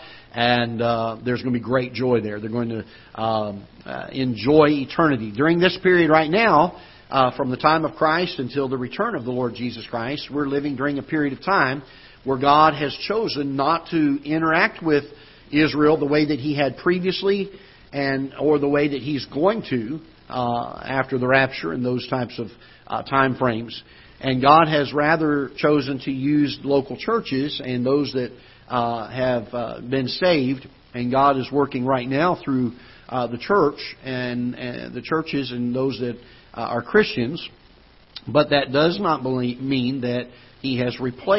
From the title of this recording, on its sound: Ketha Heights Baptist Church ~ Live Broadcast